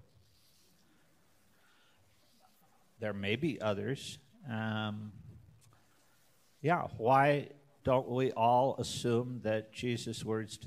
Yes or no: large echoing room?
yes